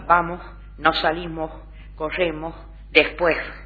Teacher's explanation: aspiración de la S implosiva